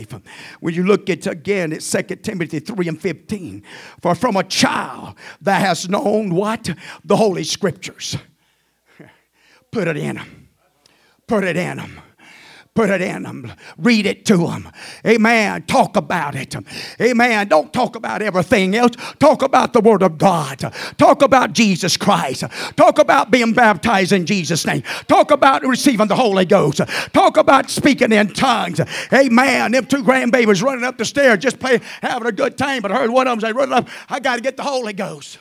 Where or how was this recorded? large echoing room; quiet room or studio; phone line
large echoing room